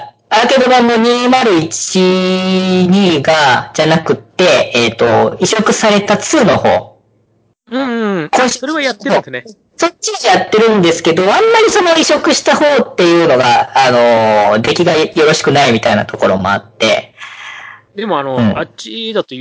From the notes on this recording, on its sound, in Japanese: 今回は、回線の都合上、かなり音質が悪いですが、予めご了承ください。